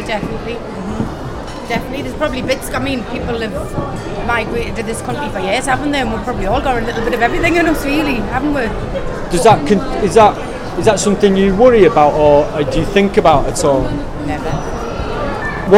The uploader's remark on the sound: These are recordings of conversations with visitors to Newcastle's Discovery Museum on 22 February 2017 during school half term. The 'Time Kitchen' was a pilot public engagement initiated by Tyne & Wear Archives & Museums TNT (Try New Things) programme.